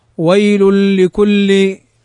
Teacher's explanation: نلحظ أن الإدغام بغير غنة لا ننطق بالغنة